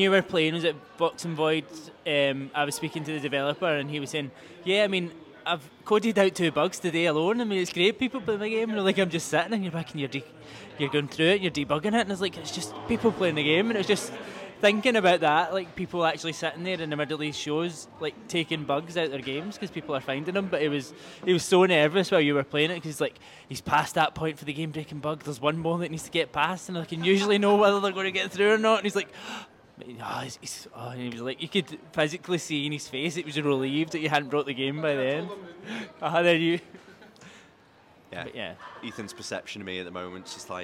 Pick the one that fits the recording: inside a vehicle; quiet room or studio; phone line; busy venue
busy venue